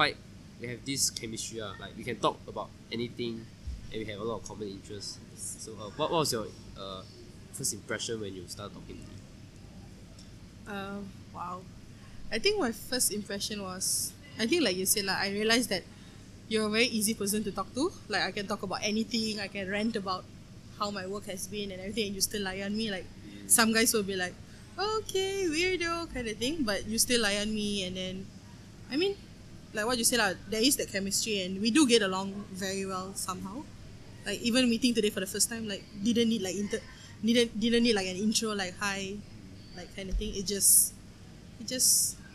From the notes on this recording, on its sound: we went to a cafe and recorded this episode.